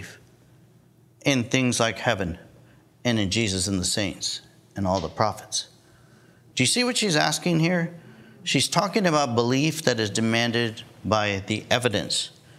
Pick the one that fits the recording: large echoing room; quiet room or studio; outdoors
large echoing room